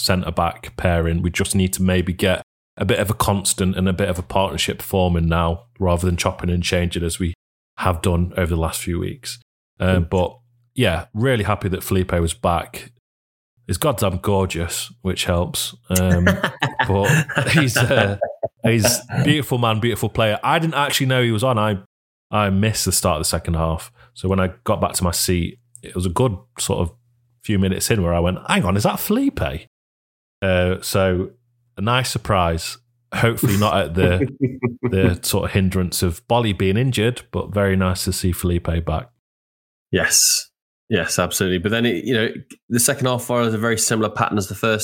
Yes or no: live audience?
no